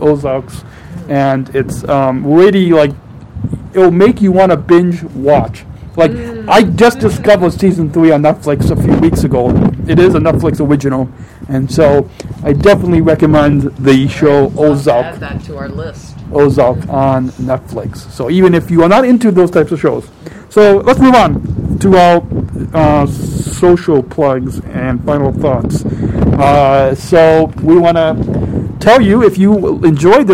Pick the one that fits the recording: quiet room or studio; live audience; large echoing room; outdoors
outdoors